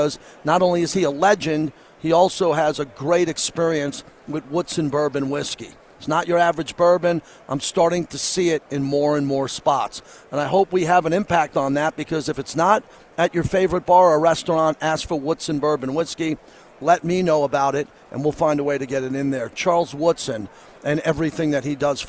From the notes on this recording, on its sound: LIVE FROM RADIO ROW